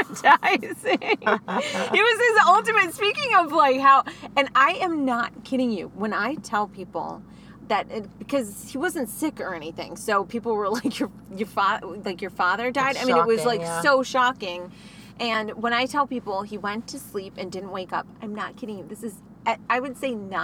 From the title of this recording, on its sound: in the CAR